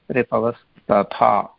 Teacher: रिपवः योगः तथा विसर्गस्थाने दन्त्यसकारः आगच्छति · अग्रे यः तकारः अस्ति स च तकारः अपि दन्त्यवर्गे अस्ति · Term: विसर्गसन्धि